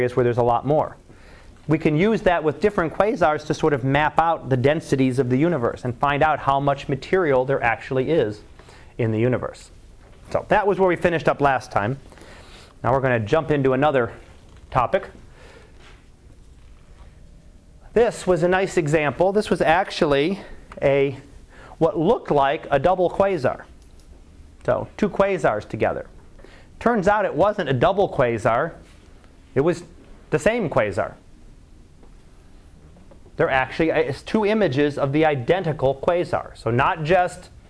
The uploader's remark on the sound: Live Class Lecture